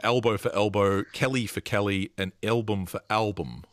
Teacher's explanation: Yes, that's a fascinating change that, in fact, Melbourne, phoneticians are tracking currently, because that is a stronger feature of the accent round here. So that's a change that's happening to vowels, the E and at vowel before an L. So the L is colouring that.